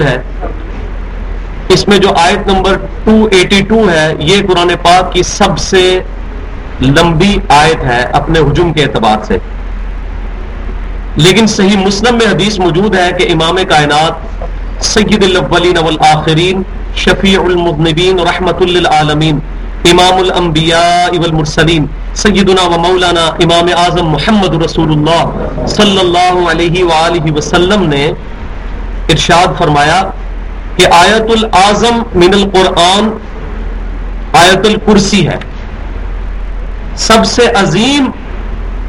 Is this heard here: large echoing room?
yes